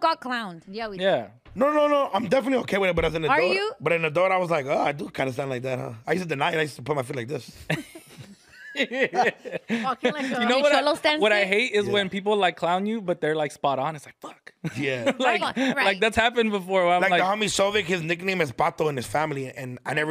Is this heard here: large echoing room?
no